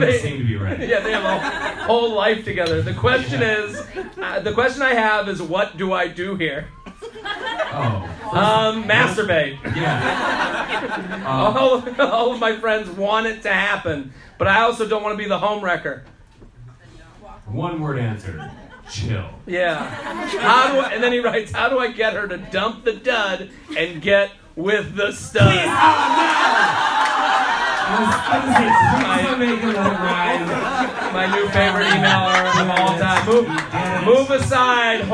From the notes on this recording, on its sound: LIVE From Zanies In Chicago. Live from Zanies Comedy Club in Chicago.